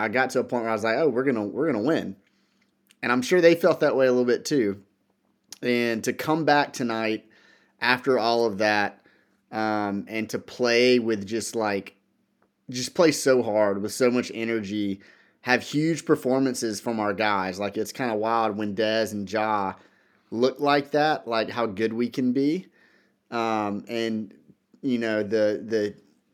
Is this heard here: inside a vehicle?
no